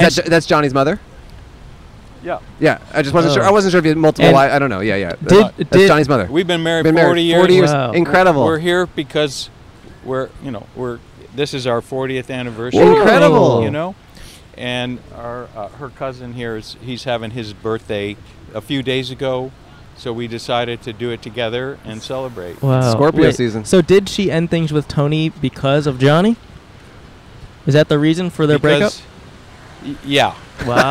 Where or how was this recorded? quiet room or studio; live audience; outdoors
outdoors